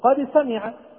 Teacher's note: قد سمع، الدال من صفاتها الجهر، والسين من صفاتها الهمز، الدال من صفاتها الشدة، والسين من صفاتها الرخاوة